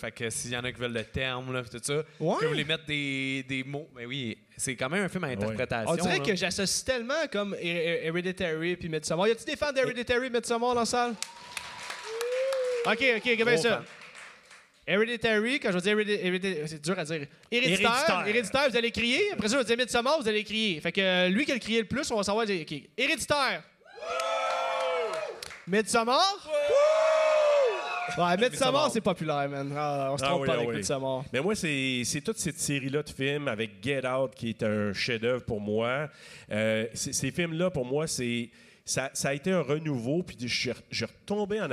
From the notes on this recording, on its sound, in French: Live au Festipod. Dans le cadre du Festipod, je présentais un épisode devant public pour la première fois.